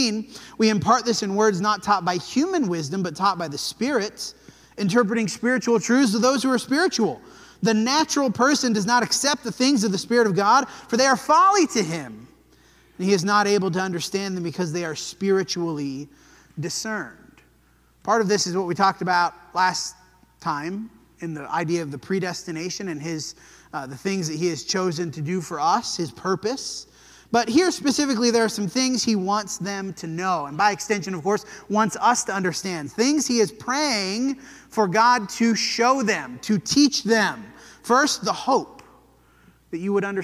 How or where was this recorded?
large echoing room